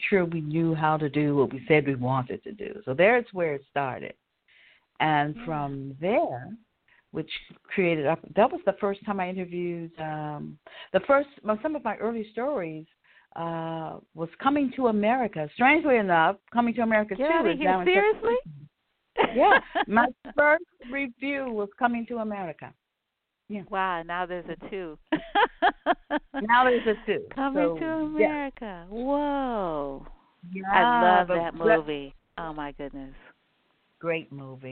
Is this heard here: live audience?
no